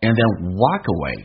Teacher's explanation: 第一个 d 不发音，这叫略音，而且 and 可以发成 n